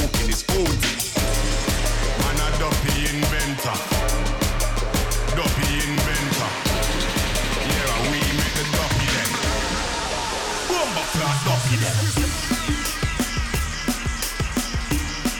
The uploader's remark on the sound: The set played at Grumpys